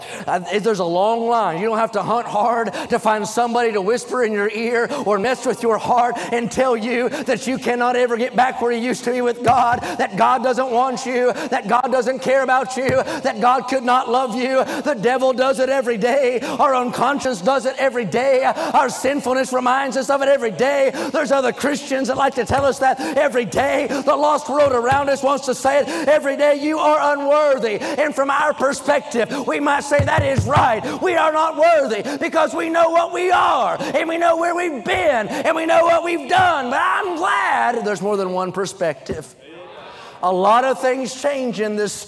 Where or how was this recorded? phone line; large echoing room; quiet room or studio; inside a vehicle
large echoing room